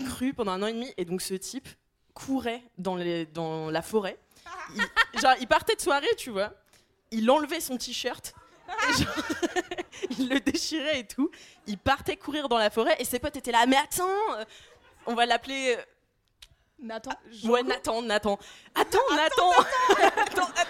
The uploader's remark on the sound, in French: Enregistré en public à l'Apollo Théâtre.